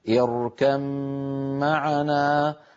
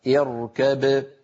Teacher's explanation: كذلك في قوله تعالى في إدغام الباء في الميم وهو الحالة السابعة، حفص من طريق الشاطبية في قوله تعالى اركب معنا يدغم الباء في الميم ويصير النطق بميم المشددة · Shown in: first take · هكذا اركب معنا، فإذا وقف بين الباء وأظهرها وقلقلها اركب.